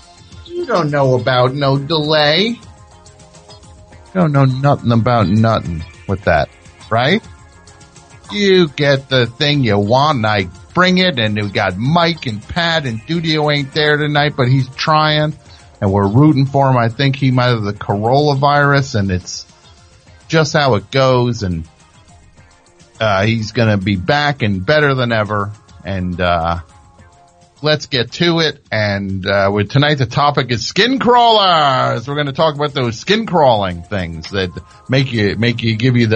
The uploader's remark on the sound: Call in for an interview. Phones ring on the topic.